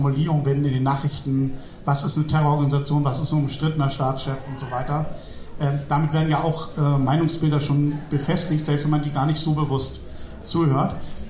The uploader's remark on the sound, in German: Mitschnitt der Buchpräsentation vom Verlag 8. Mai bei den Linken Literaturtagen.